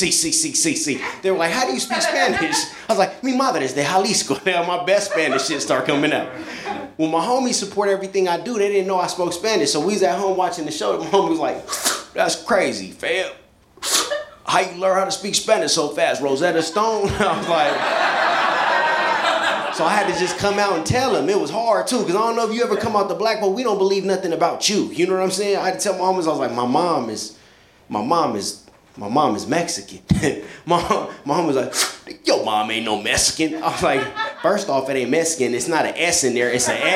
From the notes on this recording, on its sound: A hysterical live stand-up comedy show.